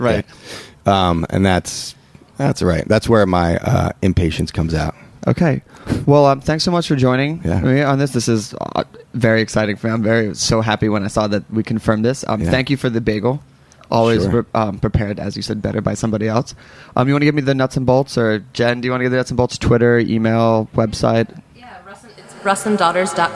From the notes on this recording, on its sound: Live from the back of Roberta’s.